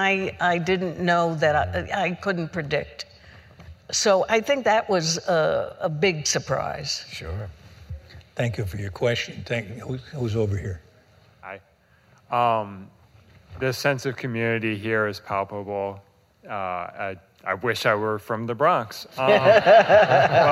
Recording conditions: live audience